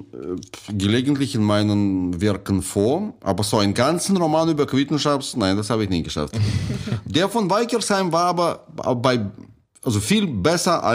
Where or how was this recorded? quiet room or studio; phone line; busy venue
quiet room or studio